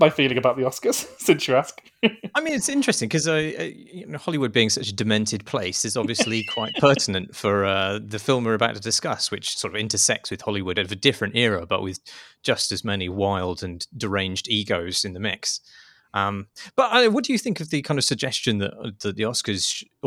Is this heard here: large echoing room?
no